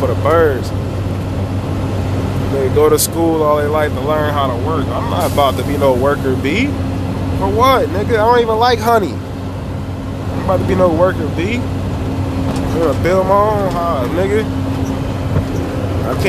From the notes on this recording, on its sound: Sorry for the background noise no other episode will be in the work truck, louder than I thought.